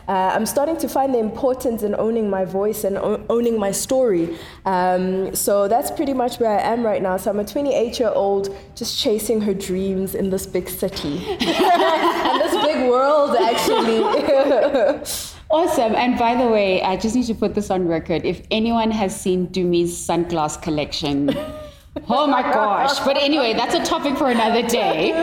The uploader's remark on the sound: Introducing South Africa’s only podcast recorded at a beauty salon…where real conversations happen over a manicure and pedicure.